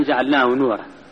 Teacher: لم تزل غنة النون من جعلناه من الأذن حتى جاءت نون نورا